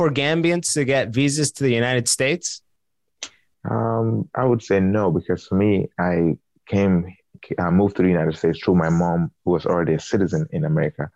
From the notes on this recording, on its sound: We got on Zoom to chat with some listeners